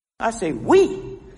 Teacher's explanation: Dick Gregory stresses the pronoun we. Although function words are usually not stressed, Gregory stresses it because he is noting its importance.